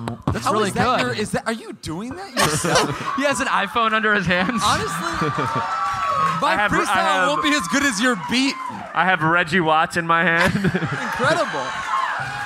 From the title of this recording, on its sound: Live in Austin